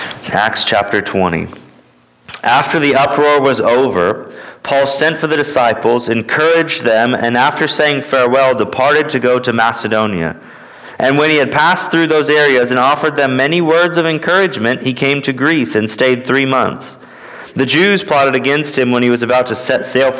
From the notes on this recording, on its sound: at Immanuel Baptist Church in Newton, KS